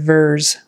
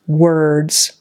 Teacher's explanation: So she's having a V for a W and she's leaving out the D. · Shown in: first take · So it should be words instead of verse, words.